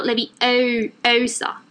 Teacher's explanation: ちょっとこう口を縦にした感じで U を言うような口で O の発音をする